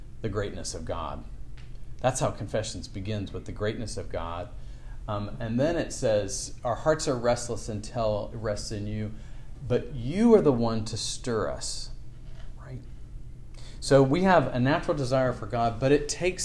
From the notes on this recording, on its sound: This lecture was given on October 16th, 2023, at The College of William and Mary.